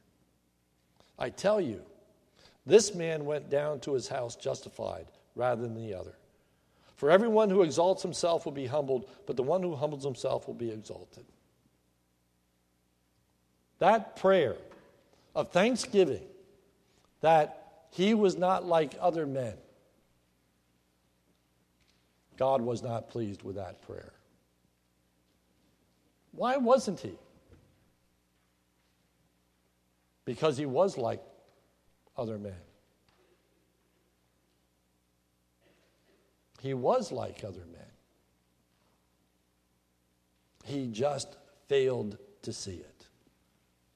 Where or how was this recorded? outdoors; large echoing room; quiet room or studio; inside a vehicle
large echoing room